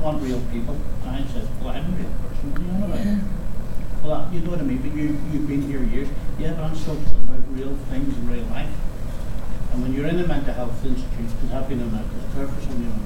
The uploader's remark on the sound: The Northern Mental Health Nursing Qualitative Research Forum meets three times a year. The following session was recorded at their fourth event on Friday 17 November 2023.